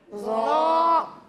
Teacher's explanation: اس میں سیٹی کی آواز نہیں آئے گی اور اسے ہم موٹا کر کر پڑھیں گے